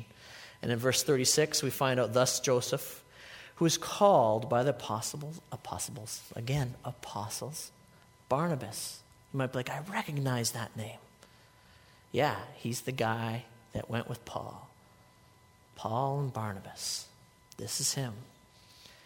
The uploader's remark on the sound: a sermon I delivered at Life Church